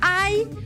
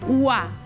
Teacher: hi ha un diftong decreixent, ai, i un diftong creixent, ua